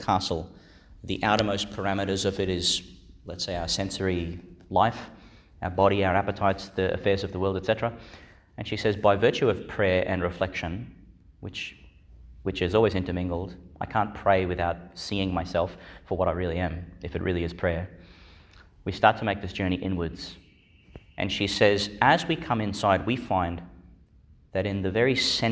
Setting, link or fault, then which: setting, large echoing room